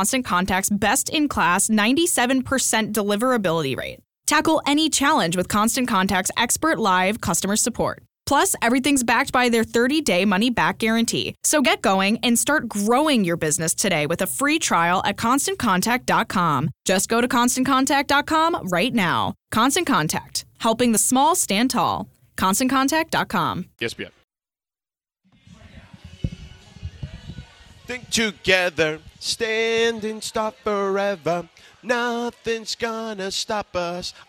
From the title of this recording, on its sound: LIVE from Yaamava Resort and Casino